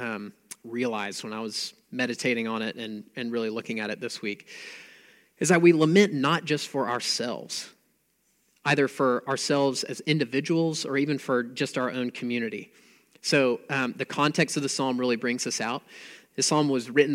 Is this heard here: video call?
no